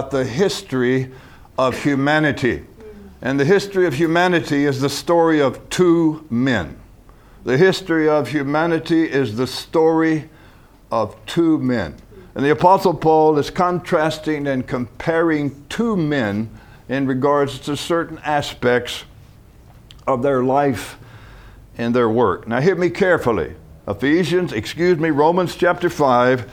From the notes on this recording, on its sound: From the HeartCry Asia Conference 2023.